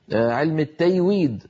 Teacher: شرق الجزيرة العربية يقلبونه ياء فيقولون مثلا علم التيويد